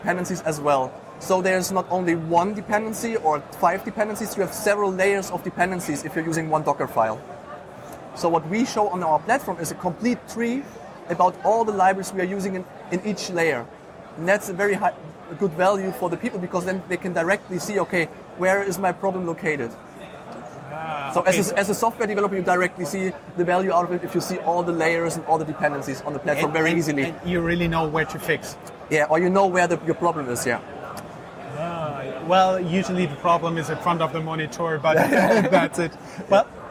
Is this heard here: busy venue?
yes